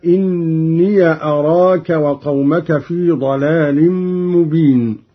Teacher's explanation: قرأ قالون بفتح ياء الإضافة